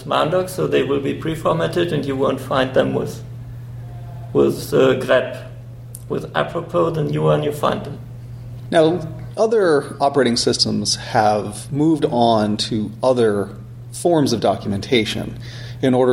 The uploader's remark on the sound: Recorded at BSDCan 2014.